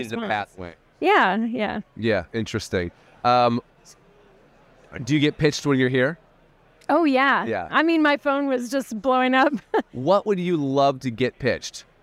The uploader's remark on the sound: recorded at the ViVE 2023 conference in Nashville